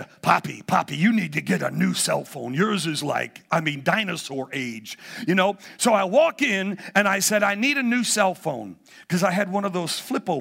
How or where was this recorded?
large echoing room